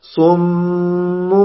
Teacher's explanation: يجب أن يكون الميم المشددة الفترة الزمنية للغنة أطول، فتقرأها كذا صممبك، لاحظ صممبك، لاحظ، لاحظ صم الأطول من، يعني الميم في صم أطول من قولنا، يعني هكذا صممبك، لا تقول صمم، تجعلها متساوية، هذا خطأ.